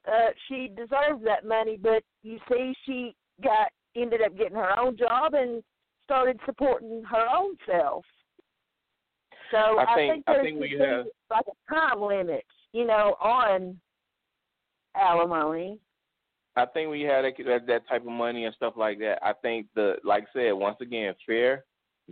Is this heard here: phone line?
yes